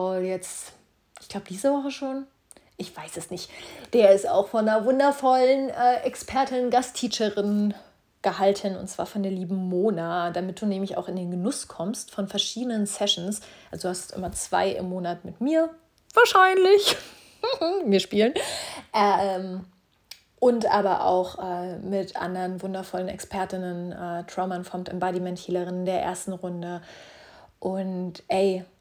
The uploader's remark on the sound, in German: Schon hab ich mit dem Jingle Vorsatz gebrochen und schon wieder raw und uncuttet per Handy recorded.